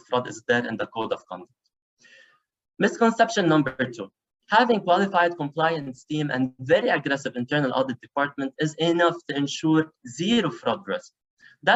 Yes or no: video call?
yes